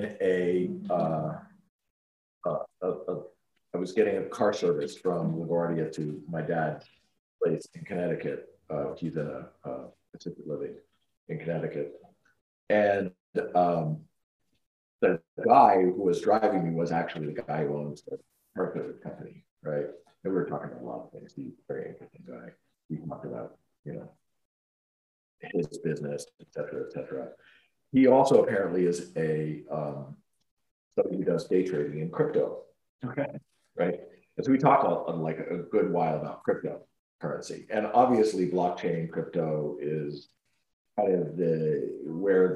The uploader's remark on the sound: there were issues with the recording so the audio is not the best